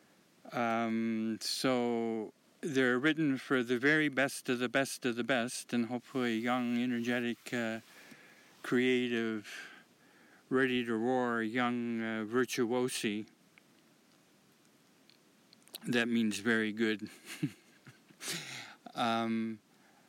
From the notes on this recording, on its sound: I am recording out of doors in the dead of winter, and a half meter of snow.